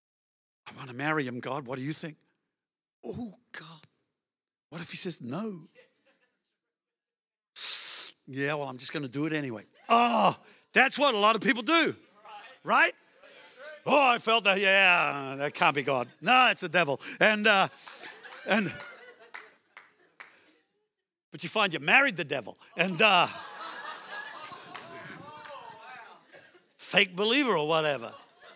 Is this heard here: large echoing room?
yes